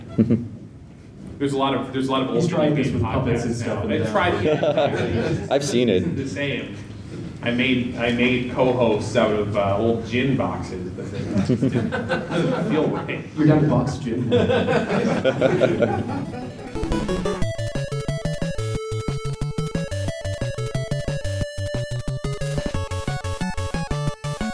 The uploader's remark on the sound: Live from PRGE 2016. On this special live episode of Retronauts.